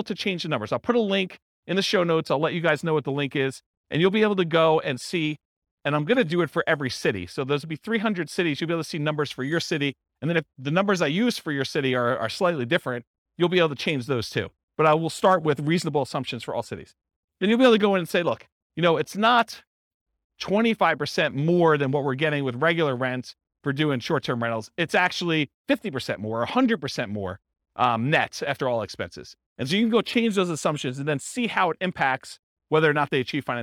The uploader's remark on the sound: This was a live class recorded